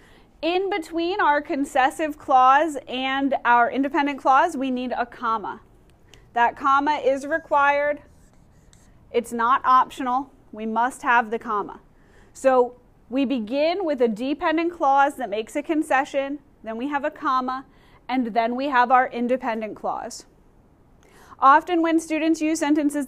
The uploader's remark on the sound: Recorded in class